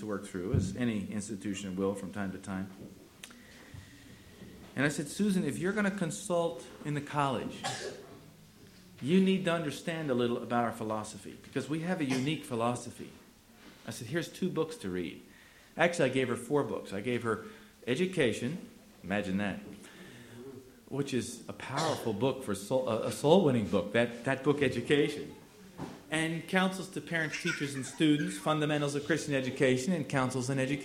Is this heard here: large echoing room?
yes